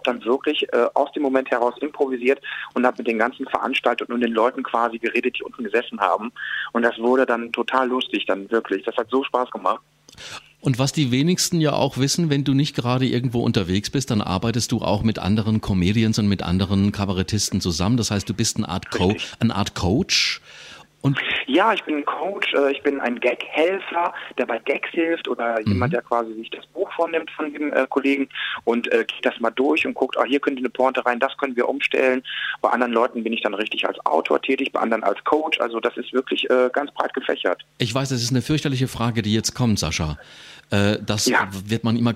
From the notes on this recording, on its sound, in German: Wir haben ihn im Live-Call auf JOKE FM.